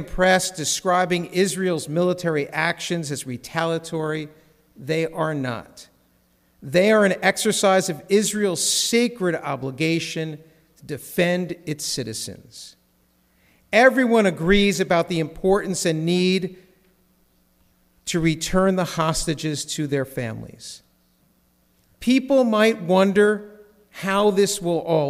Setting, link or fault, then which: setting, large echoing room